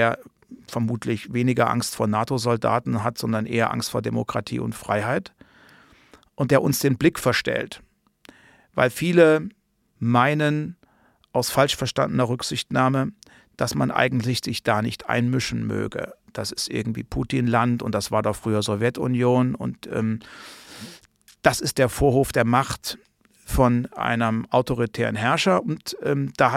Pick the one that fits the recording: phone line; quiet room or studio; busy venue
quiet room or studio